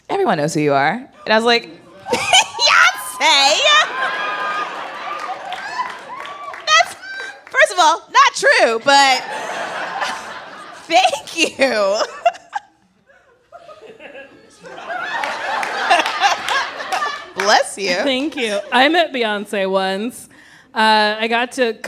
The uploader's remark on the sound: Recorded live at the Largo at the Coronet. Some audience questions!